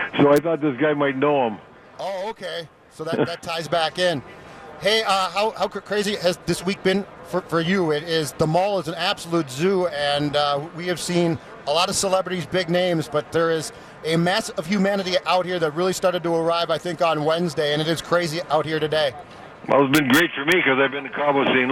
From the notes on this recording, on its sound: Live from Radio Row all week.